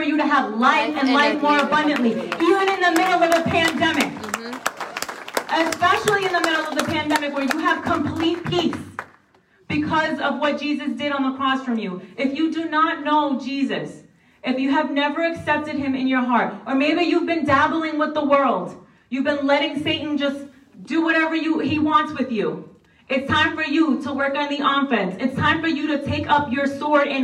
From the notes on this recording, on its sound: A special LIVE talk. Christian Revolution LIVE event New Hampshire.